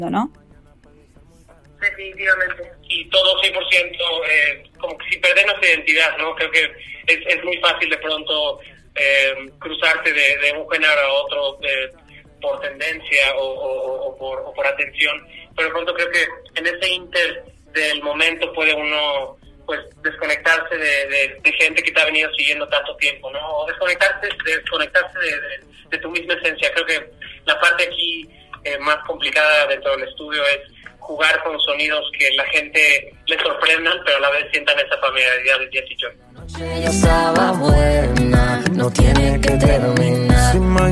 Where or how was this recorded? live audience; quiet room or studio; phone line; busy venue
phone line